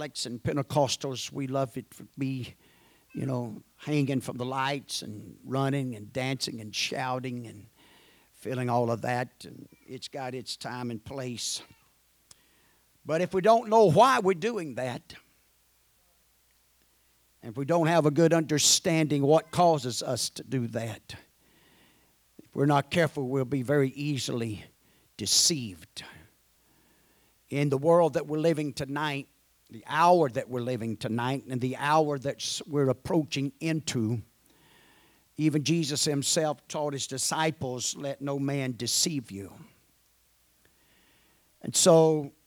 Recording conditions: large echoing room